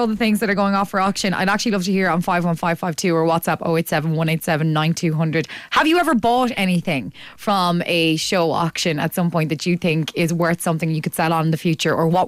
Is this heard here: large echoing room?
no